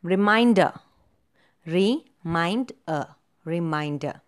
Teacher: So the second syllable again is stressed.